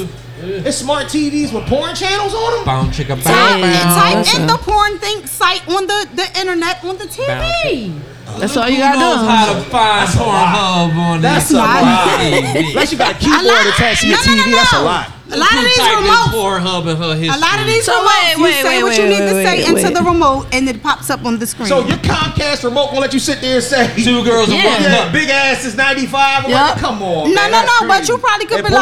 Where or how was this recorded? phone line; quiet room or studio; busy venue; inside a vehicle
busy venue